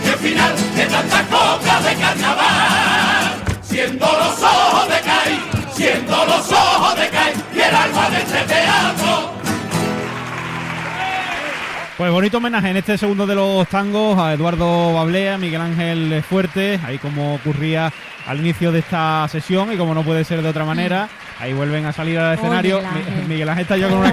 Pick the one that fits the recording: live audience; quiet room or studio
live audience